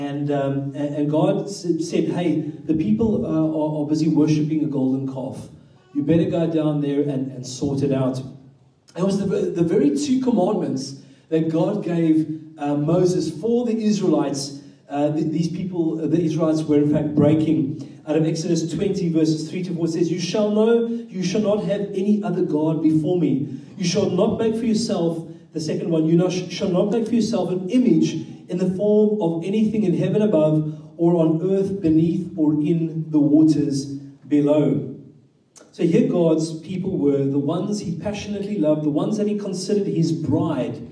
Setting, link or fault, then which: setting, live audience